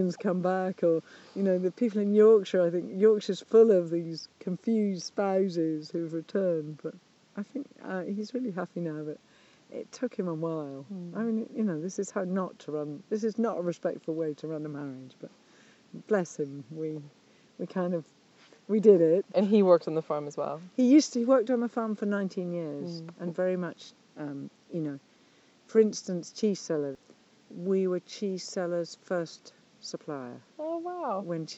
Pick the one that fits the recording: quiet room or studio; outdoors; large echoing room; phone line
outdoors